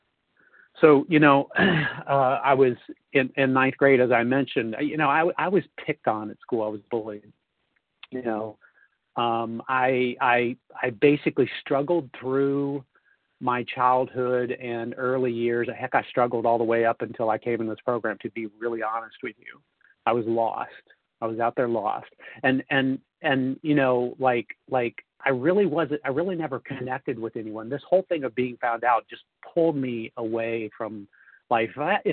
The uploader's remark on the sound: the 100 Pounders Phone Meeting, 4/27/23